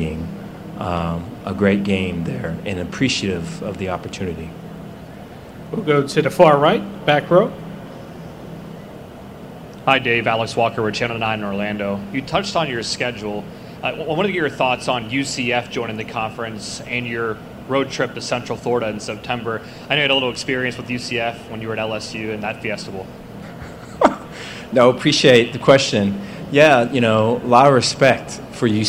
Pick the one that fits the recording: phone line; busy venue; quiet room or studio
busy venue